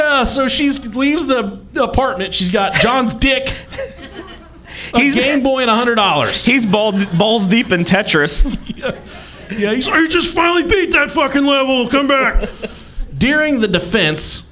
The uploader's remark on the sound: This is a special recording from our live show in Indianapolis.